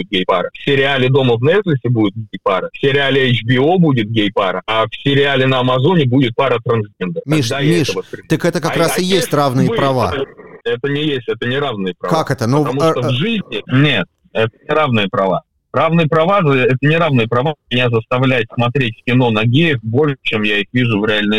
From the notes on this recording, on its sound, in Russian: В которой наш специальный корреспондент вышел на улицы Питера и узнал, что на тему равноправия думают прохожие. Озвучил по телефону.